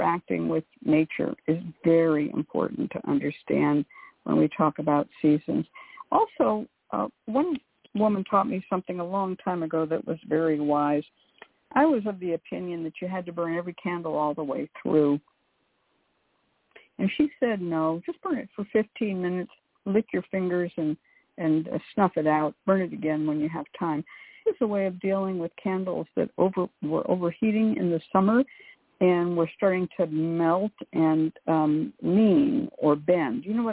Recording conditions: phone line